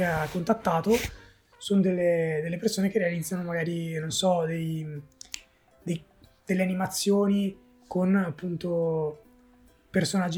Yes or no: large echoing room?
no